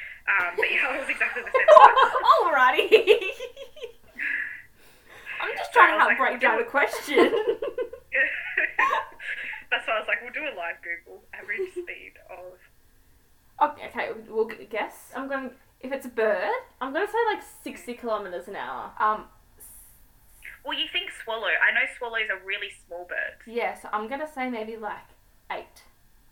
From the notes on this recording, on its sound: Please be patient as we explore improving the audio.